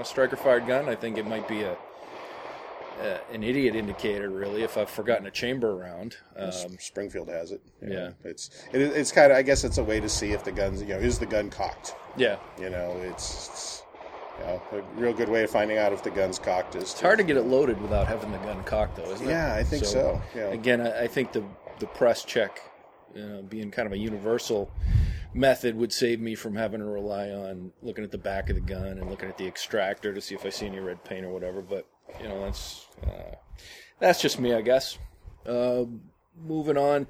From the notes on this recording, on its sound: This review was recorded out in the field, so you'll be able to hear gun sounds (ahhhh, the sound of freedom!), wind blowing, and all the fun stuff that make for less-than-ideal recording conditions.